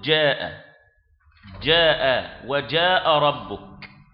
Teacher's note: تدخل شيئا من الدال مع الجيم فتحصل على الجيم